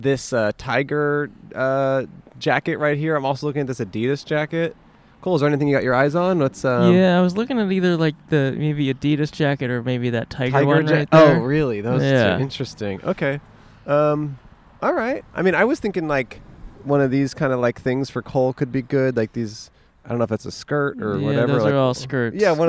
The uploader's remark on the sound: Recorded on 5/15/21 on Franklin Blvd in Los Feliz, Los Angeles.